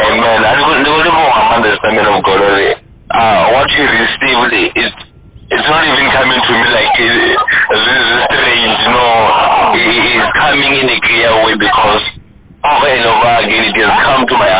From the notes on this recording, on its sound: healing over the phone